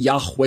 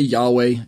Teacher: I'm saying Yahweh with a heavy H in the middle there. · Shown in: first take · But since it confuses some of you, I'll just say Yahweh and drop the h part sound.